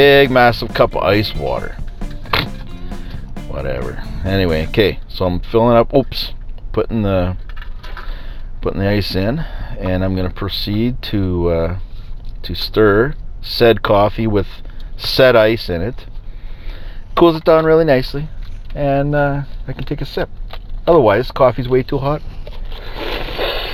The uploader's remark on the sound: Today's episode was recorded completely in my vehicle while I was driving around doing errands. Take a ride with me while I grab a coffee, rant about stuff and pick my kids up at school and end the show at the mall with some singing.